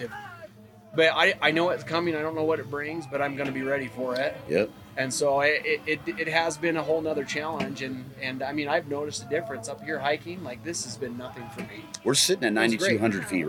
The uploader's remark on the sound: Mountain Archery Fest Live episode.